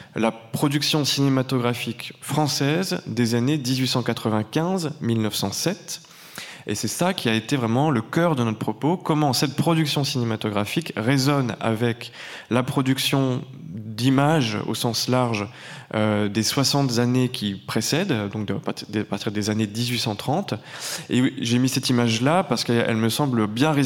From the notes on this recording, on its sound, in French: Enregistrement de la conférence inaugurale du 8 octobre 2021